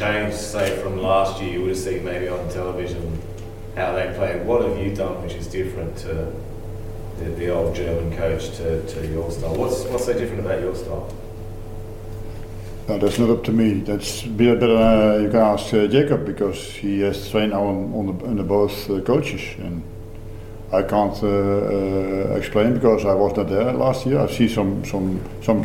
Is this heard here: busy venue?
yes